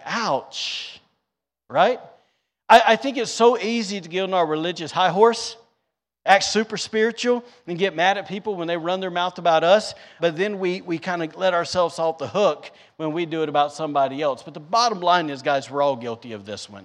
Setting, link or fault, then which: setting, large echoing room